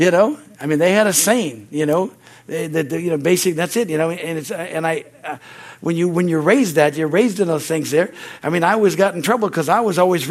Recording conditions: large echoing room